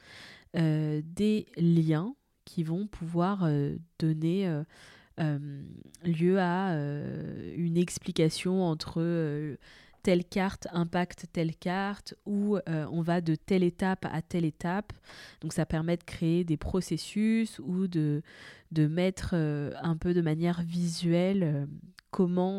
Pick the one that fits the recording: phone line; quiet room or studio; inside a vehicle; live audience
quiet room or studio